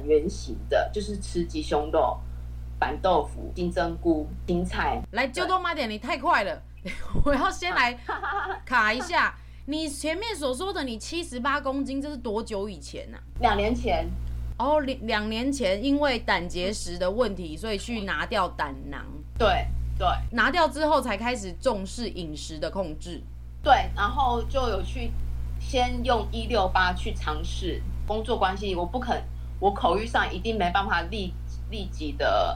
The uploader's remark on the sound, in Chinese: 第一次嘗試用視訊採訪的方式錄音。音質不佳還請見諒啊。